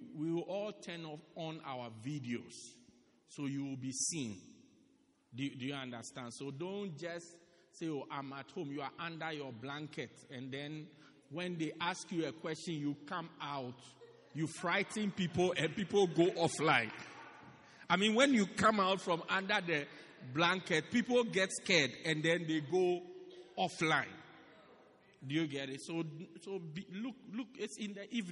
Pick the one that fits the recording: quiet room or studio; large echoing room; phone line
large echoing room